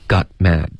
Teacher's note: 这个 got 结尾别用喉音停顿,OK,要用舌尖的停顿